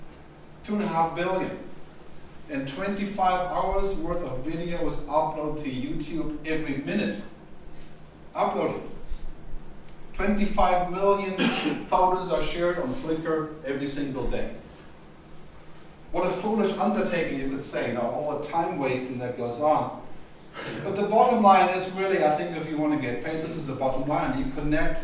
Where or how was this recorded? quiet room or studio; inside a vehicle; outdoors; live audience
live audience